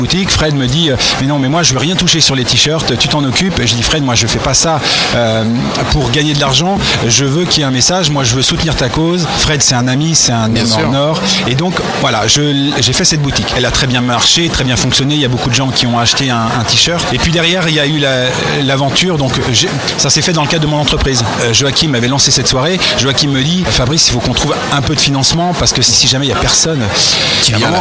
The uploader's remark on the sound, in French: Podcast En direct du Dock B à Pantin.